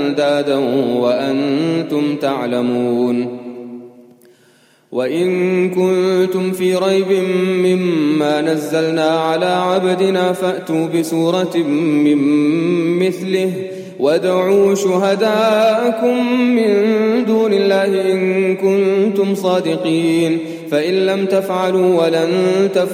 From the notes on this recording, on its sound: Qiyaam Day 1 at the houghton Houghton masjid